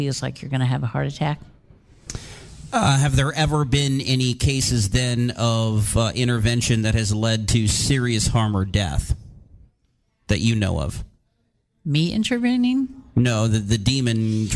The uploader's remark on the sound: LIVE! From the 10th annual Oregon Ghost Conference.